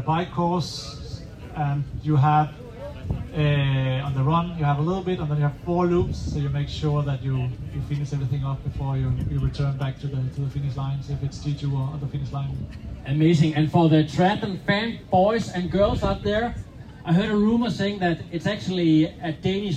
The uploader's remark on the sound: IM Cph 2023 - Live on Stage